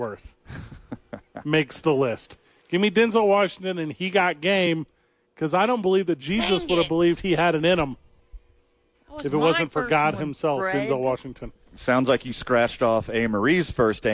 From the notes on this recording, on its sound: live from The Duke Store